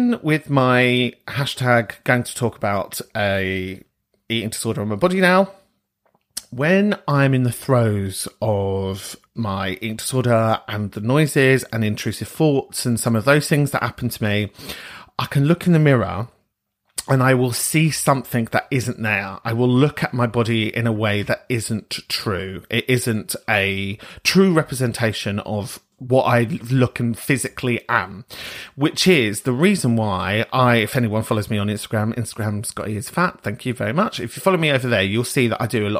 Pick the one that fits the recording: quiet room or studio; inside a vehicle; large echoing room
quiet room or studio